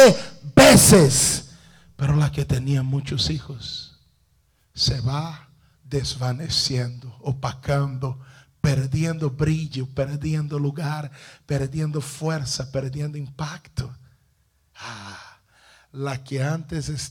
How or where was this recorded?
large echoing room